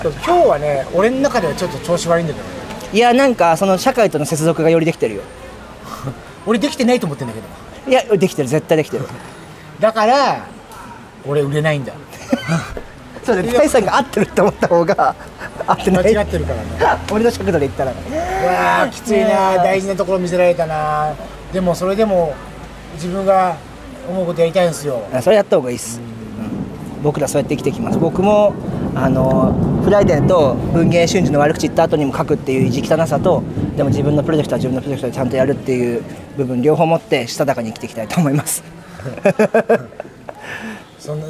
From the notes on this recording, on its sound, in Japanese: Kottbusser Torのフリマで食べ歩きしながら雑談したよ。KottBusser Torで毎週金曜日に行なわれているフリーマーケット。現地を歩きながら、その様子や雰囲気をレポートしました。